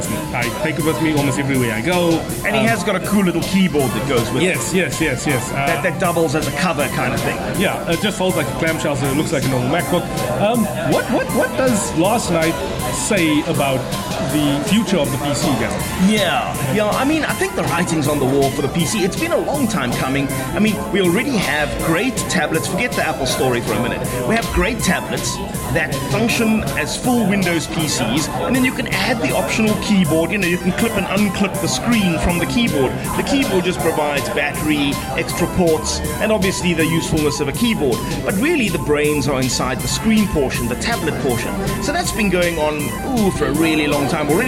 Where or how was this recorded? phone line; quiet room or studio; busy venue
busy venue